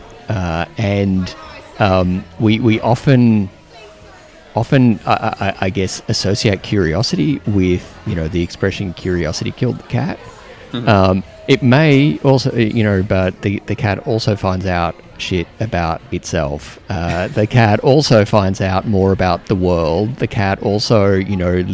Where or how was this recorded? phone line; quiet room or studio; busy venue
busy venue